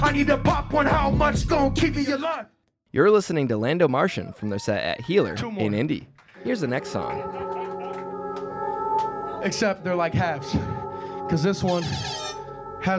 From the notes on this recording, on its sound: Perform at Healer during the New Hands Music Festival. Perform at Healer during the New Hands Music Festival.